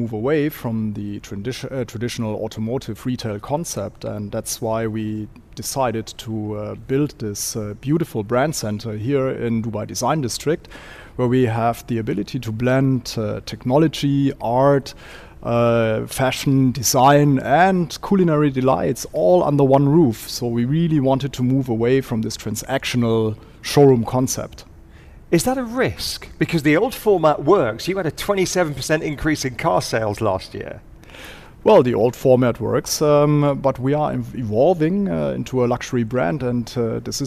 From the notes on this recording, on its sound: As part of World Radio Day, we broadcast live from the centre at the Dubai Design District.